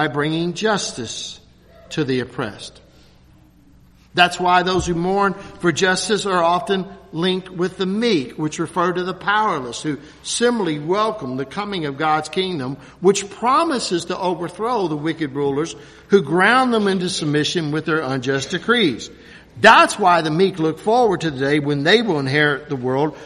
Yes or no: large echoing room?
yes